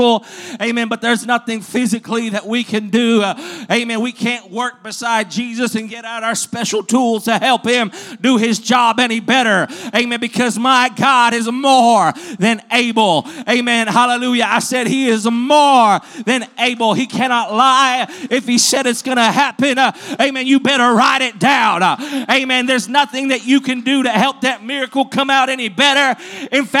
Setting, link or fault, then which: setting, large echoing room